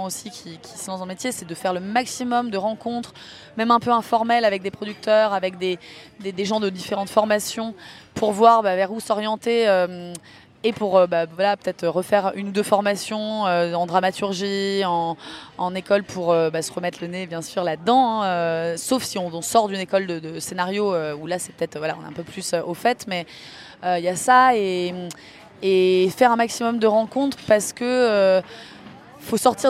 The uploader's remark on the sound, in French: Suite et fin de cette série de 3 capsules inédites enregistrées en marge du 76ème Festival de Cannes. Dans un café situé juste à côté du Palais des Festivals.